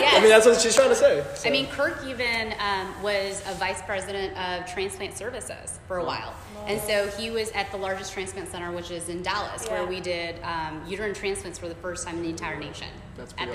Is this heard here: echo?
yes